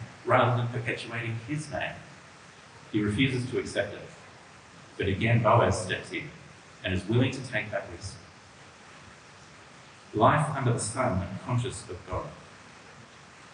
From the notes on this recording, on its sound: This audio has a fair degree of reverb.